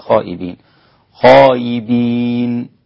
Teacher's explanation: الإمام حمزة يقف بالتسهيل، تسهيل الهمزة مع المد والقصر